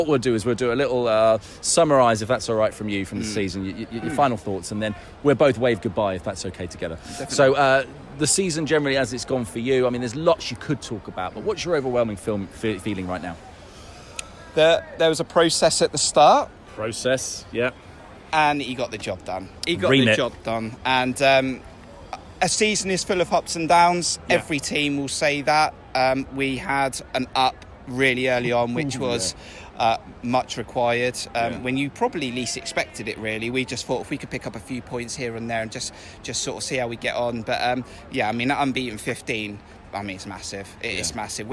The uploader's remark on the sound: AFC Bournemouth fans of all ages came on the microphone after the post-match celebrations at Dean Court. Chatted to some veruy happy Cherries outside the ground.